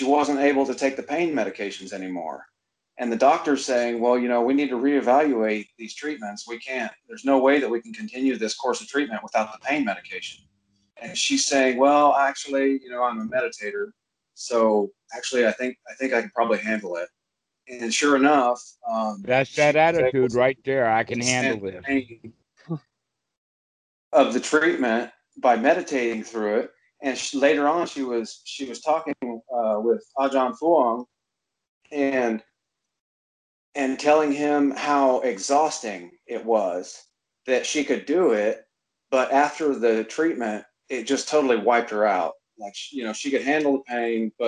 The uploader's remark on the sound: skype calls